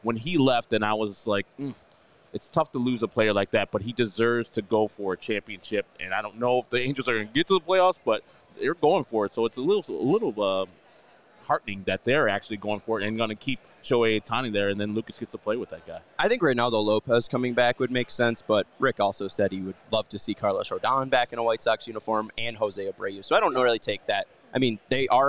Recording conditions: busy venue